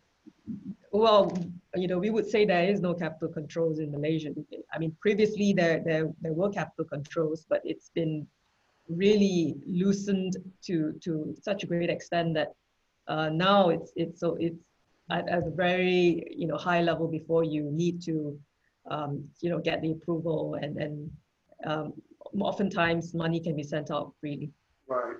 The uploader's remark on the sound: Webinar audio recording